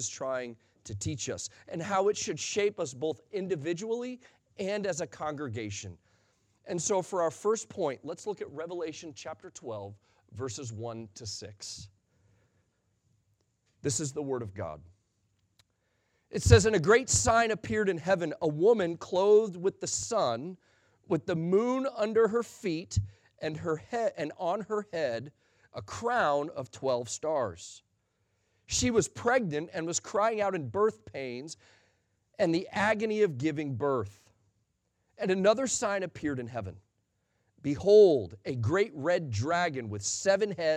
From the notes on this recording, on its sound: Sunday Morning Sermon Audio